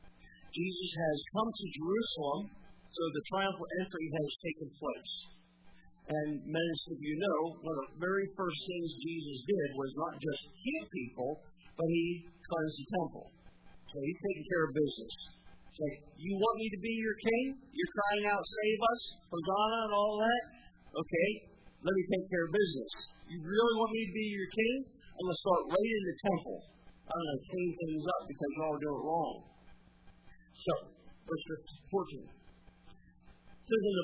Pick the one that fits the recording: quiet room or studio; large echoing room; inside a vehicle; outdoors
large echoing room